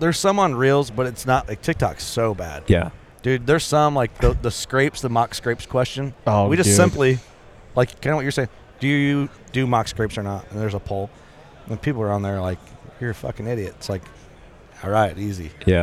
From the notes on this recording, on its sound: Working Class Bowhunter at ATA. While we where at the ATA show.